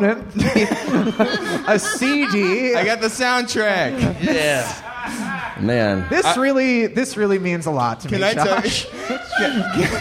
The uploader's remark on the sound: This live talk show was recorded in front of a human audience on July 17, 2022 at Go Bananas Comedy Club in Cincinnati, OH.